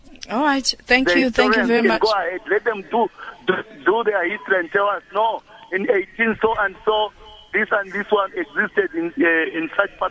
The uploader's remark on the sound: Guest (phone)